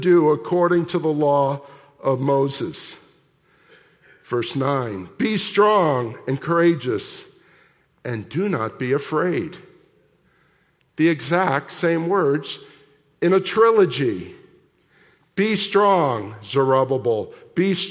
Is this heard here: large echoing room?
yes